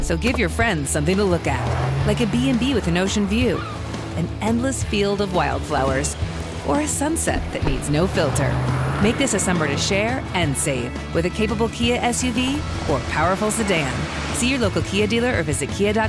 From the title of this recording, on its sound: Live from BravoCon